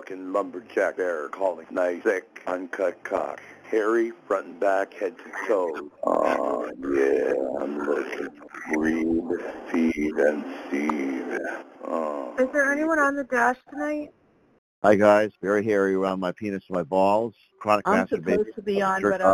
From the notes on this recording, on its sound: Qualification from the 100 Pounders Phone Meeting.